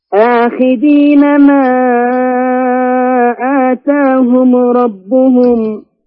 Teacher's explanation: انتبه للميم حصل فيها قلقلة